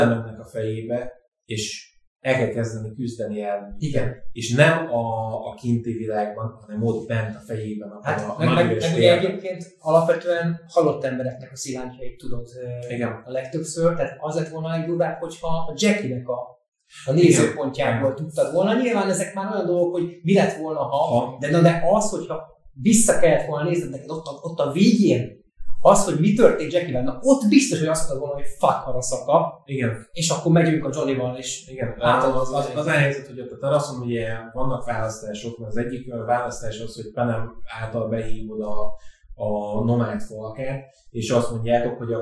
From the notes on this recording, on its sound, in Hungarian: Az új helyszín miatt. A technikai nehézségek sajnos megtaláltak minket ezen a kísérleti adáson.